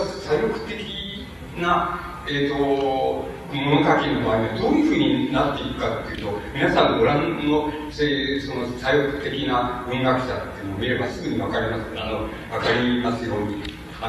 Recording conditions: live audience